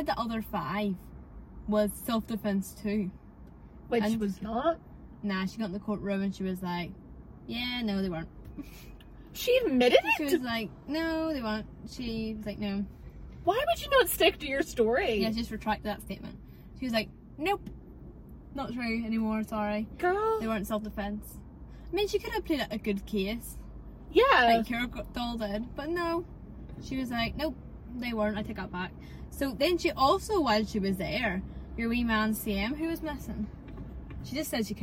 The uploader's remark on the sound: We apologise for the background noise during this episode, it was recorded remotely in the Fiat 500 and not the recording studio. We were also experiencing problems with our usual editing app and had to use another software, so the editing isn't our finest.